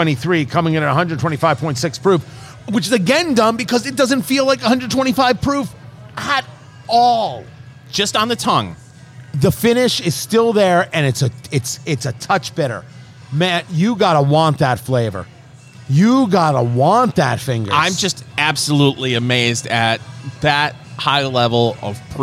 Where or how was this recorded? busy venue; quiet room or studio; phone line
busy venue